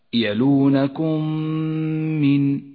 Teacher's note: نبدأ بالإدغام الشفوي في قوله تعالى يلونكم من جاءت الميم الساكنة وبعدها ميم متحركة، تدغم الميمان مع بعضهما فتصيران ميما واحدة مشددة، لونت في مصحف التجويد بالأخضر إشارة إلى موقع الغنة، تقرأ هكذا يلونكم من.